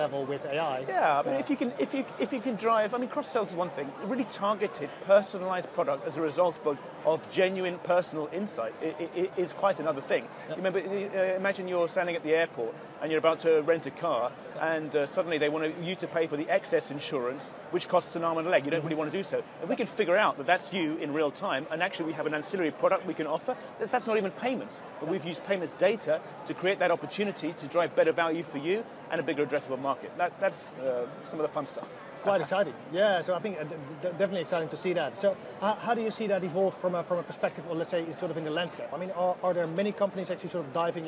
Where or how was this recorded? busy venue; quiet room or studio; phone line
busy venue